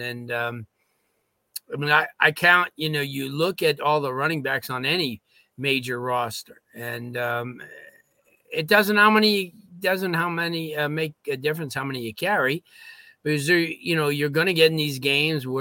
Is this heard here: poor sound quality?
no